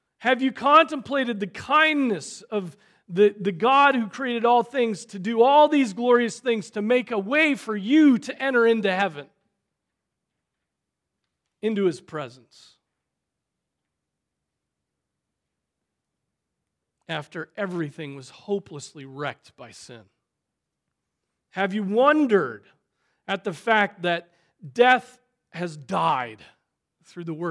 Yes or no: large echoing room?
yes